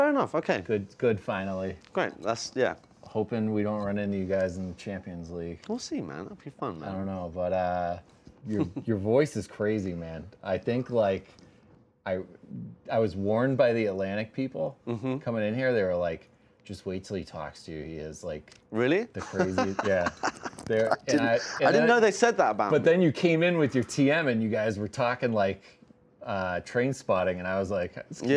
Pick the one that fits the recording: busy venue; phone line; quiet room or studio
busy venue